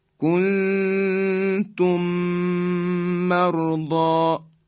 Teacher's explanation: میم ساکن به میم متحرک دیگری رسید، در اینجا ادغام میشه